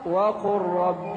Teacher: اللام ساكنة بعدها راء تدغم اللام في الراء